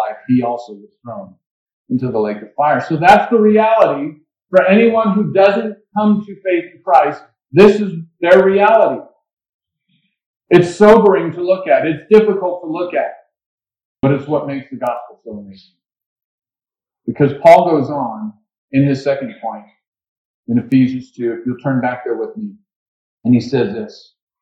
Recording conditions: poor microphone